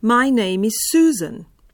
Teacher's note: To so tonski poteki, ki z meritvami zajamejo skoraj eno oktavo. Začnejo se precej visoko v našem glasovnem razponu in padejo tako rekoč do dna tega razpona. · Term: visoki padajoči tonski poteki